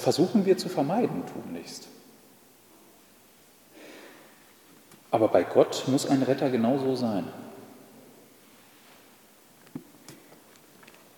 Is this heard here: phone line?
no